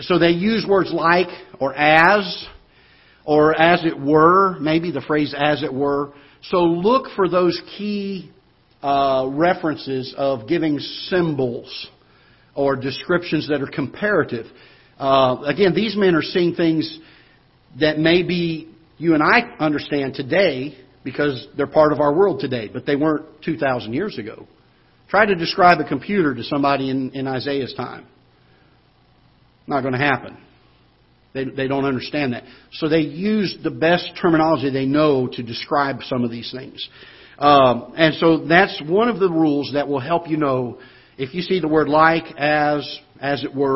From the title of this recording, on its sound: Ketha Heights Baptist Church ~ Live Broadcast